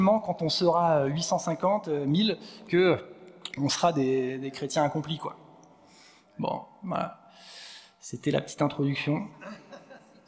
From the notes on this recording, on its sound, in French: Enregistré à l'église CVV, le 06/11/2022